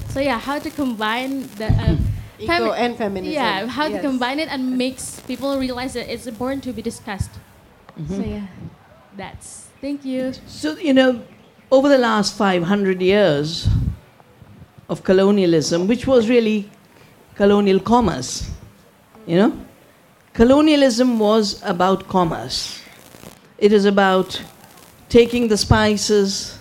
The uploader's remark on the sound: For our upcoming 2023 Festival live-recorded highlight sessions.